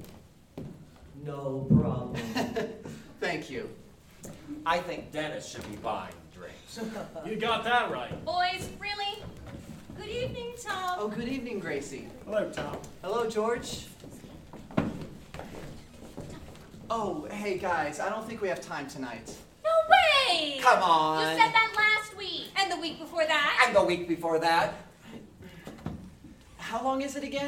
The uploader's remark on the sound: Broadcast Live 1940’s-style Radio Show from Julian Town Hall. Produced by: East County Performing Arts.